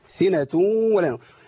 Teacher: بقى عندي ادغام ايه؟ ادغام ناقص بغنه